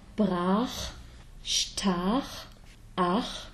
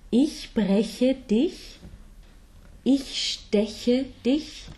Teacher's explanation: The back CH sound is much further back, and the front position is with the tongue in just a higher position so that the air can float over it against the palate.